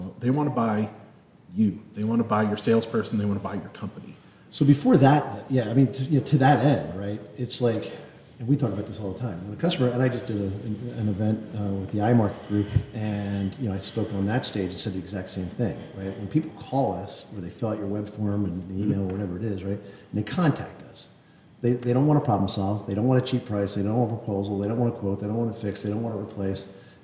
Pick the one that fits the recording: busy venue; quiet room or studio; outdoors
busy venue